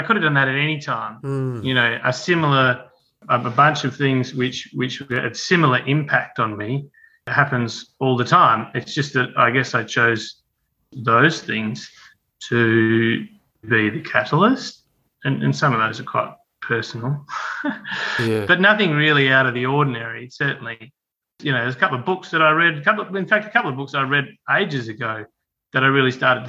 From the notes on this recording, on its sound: This conversation was recorded online